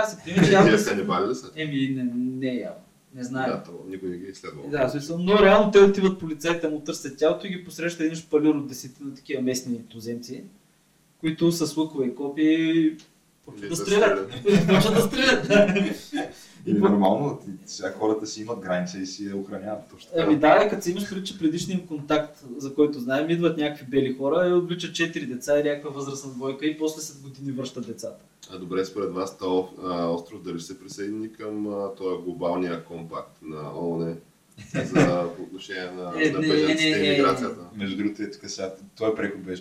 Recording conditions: poor sound quality